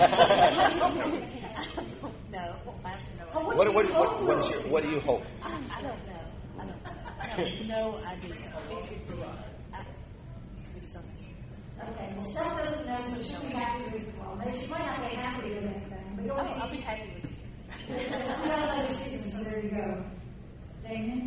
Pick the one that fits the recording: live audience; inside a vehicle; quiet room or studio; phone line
live audience